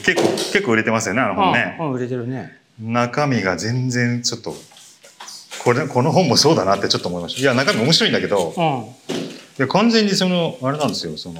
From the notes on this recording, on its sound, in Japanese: 今回、 高島屋史料館TOKYO にて行われていた モールの想像力展 の撤収作業を行いながら収録しています。録音機器 がすごい。収録しながら掃除機かけても行けるか？